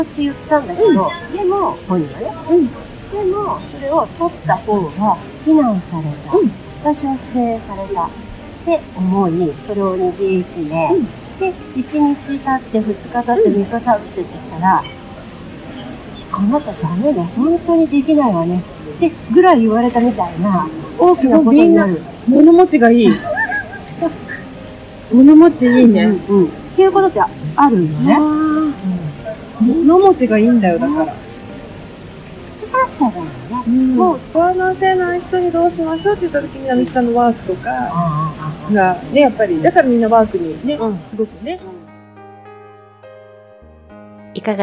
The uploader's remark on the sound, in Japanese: 今回は、シェラトン都ホテル東京のラウンジで収録しました。残念ながら音質が悪く聴き取りにくいとは思いますが。